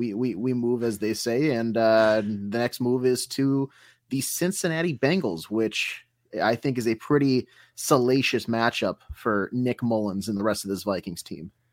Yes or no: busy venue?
no